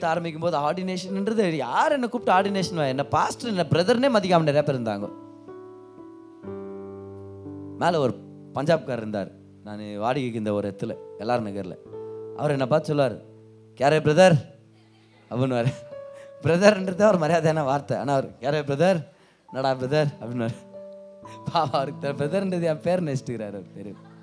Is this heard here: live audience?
yes